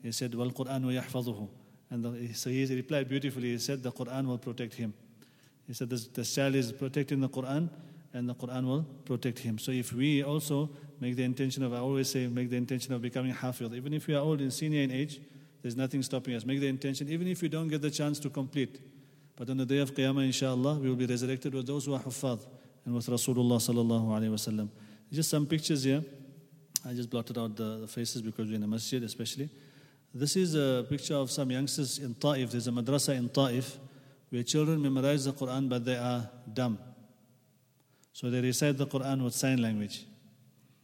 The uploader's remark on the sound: at the Houghton Masjid (West Street)